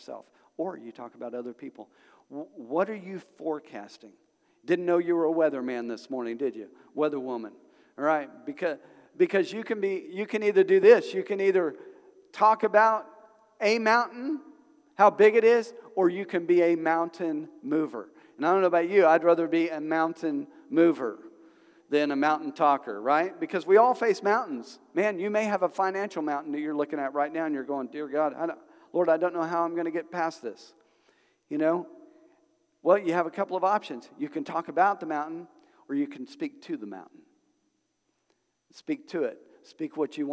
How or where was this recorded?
large echoing room